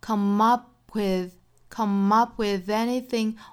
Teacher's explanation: up 尾部这个 p 的发音，我们摆口型，但是不爆破